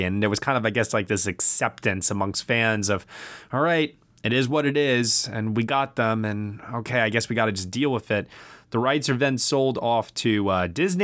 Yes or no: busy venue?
no